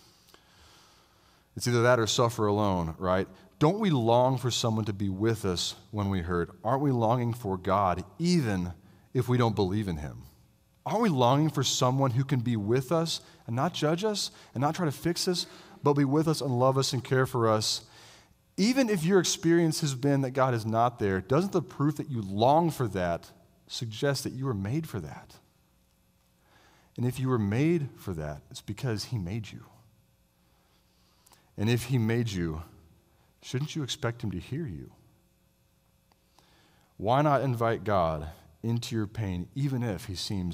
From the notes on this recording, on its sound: I delivered this sermon as a guest preacher at Christ the King Presbyterian Church in Roanoke, VA.